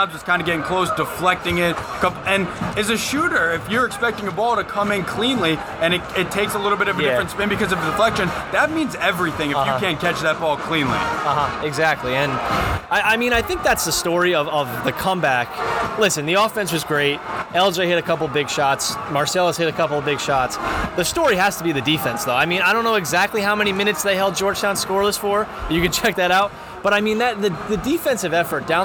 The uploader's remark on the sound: live from MSG